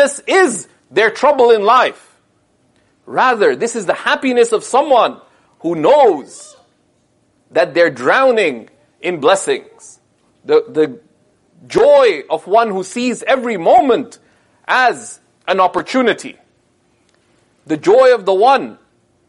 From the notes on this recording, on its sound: This sermon was delivered following the Ramadan 2018 program at SeekersHub Toronto.